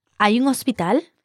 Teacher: If you just raise your intonation, you can make it a question.